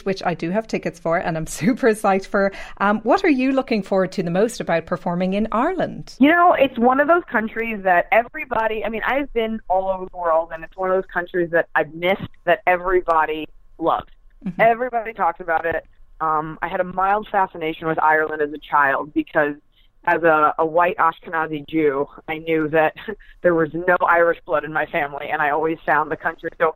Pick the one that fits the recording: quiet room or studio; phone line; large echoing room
phone line